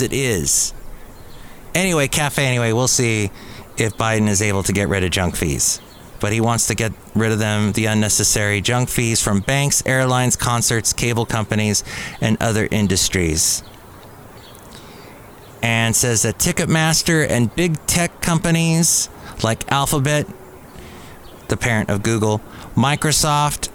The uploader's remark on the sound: podcasts live from Cafe Anyway